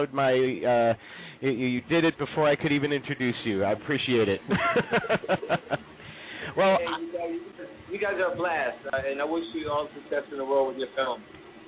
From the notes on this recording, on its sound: Live on the phone. We will have on the line BATTLE-B-BOY's director.